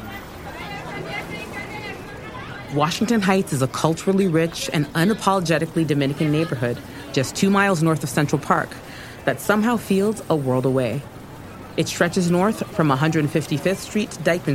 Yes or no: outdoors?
yes